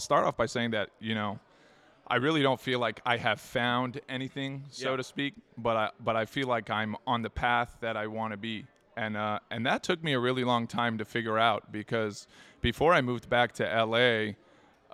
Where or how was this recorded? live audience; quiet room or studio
live audience